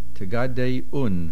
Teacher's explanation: the main accent is on the last syllable, Un.